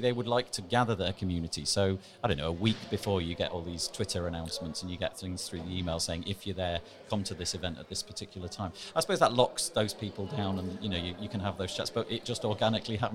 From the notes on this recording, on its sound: WordCamp Europe Live interview. This is the second of our live WordCamp Europe 2019 interviews.